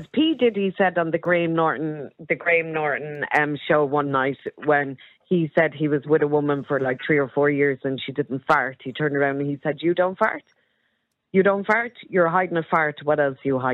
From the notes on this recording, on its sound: Opens up the phone lines to hear different perspectives on this complex issue, and the callers share their varied opinions.